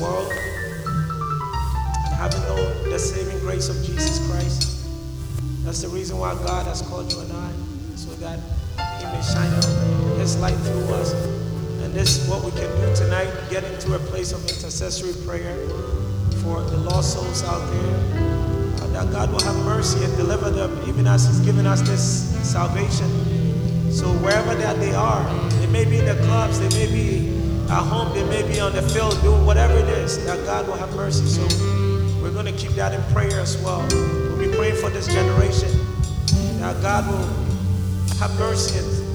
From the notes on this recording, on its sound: the live recording coverage of our Live 4 Christ Annual Event 2k15